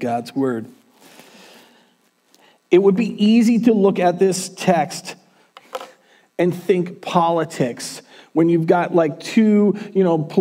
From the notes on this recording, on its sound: Recorded on January 10th, 2021 at Word of Life Church in Le Sueur, MN.